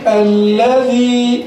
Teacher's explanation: ياء مد طبيعي حركتين